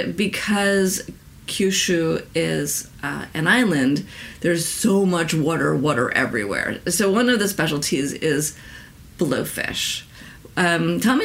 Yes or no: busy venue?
no